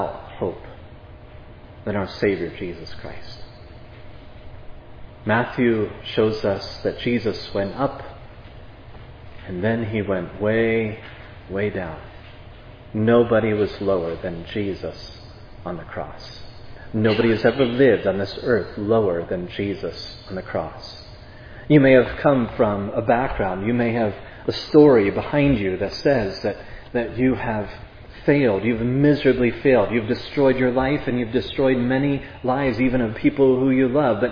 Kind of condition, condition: setting, large echoing room